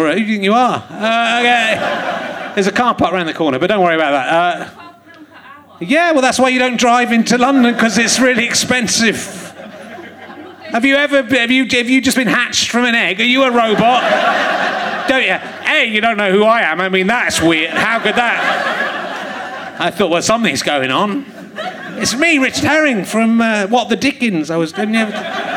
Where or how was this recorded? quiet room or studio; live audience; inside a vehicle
live audience